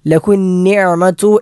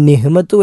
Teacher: ഒന്നാമത്തേത് ലഹു നഅമതു എന്നതിലെ ഐനൻ അന്നഅമതു. ലഹു നഅമതു ഐൻ എന്ന അക്ഷരം തൊണ്ടയുടെ മധ്യഭാഗത്ത് നിന്ന് പുറപ്പെടേണ്ട അക്ഷരമാണ് · Shown in: first take · അത് നഹബുദു എന്നോ അല്ലെങ്കിൽ നിഹ്മത്തു എന്നോ നിഇമത്തു എന്നോ ഒക്കെ പറഞ്ഞാൽ തെറ്റാകും.